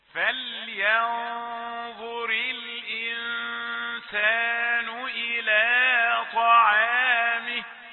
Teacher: طاء مفخمة وعين مرققة. لا تعطي العين شيئا من التفخيم لمجاورتها للطاء.